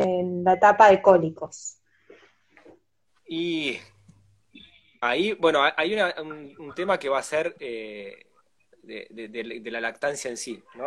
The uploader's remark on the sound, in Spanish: Audio de la charla en VIVO por Instagram